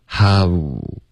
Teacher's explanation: 其实就是我们开头有一个双元音啊呜的音